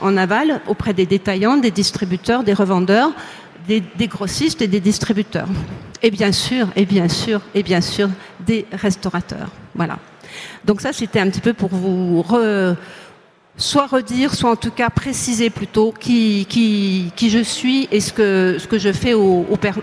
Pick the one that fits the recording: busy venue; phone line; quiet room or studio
busy venue